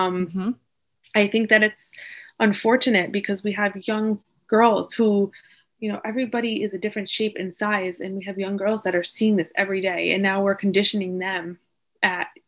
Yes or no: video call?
yes